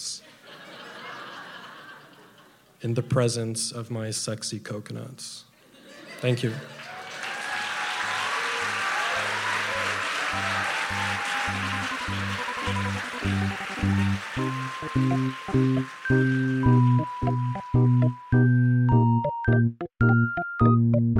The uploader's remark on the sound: on the stage at Lip Service, a live storytelling event in Miami